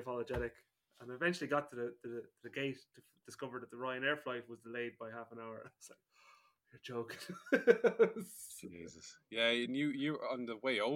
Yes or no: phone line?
no